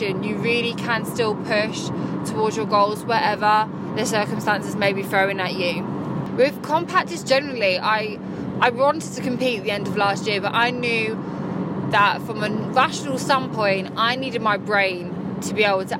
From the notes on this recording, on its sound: I decided to record this while driving back home